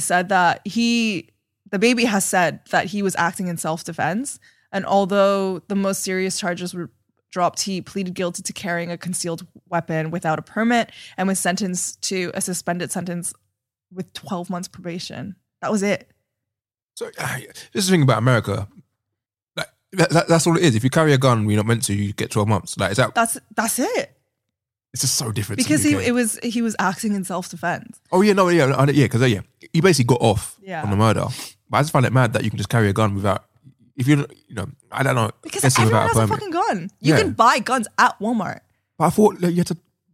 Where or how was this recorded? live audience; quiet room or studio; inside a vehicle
quiet room or studio